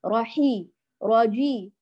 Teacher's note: هو المفترض الراء الثانية تأخذ حركة واحدة ثم ننتقل للحرف التالي، راحي راجي رارا حركة واحدة، جي راجي راحي مباشرة، لكن لا نقول راحي، لا تطيلي صوت الراء لأن هذا أيضا من الأخطاء الشائعة، وقد يدخلك لو كان في قراءة القرآن الكريم يدخلك في اللحن الجلي.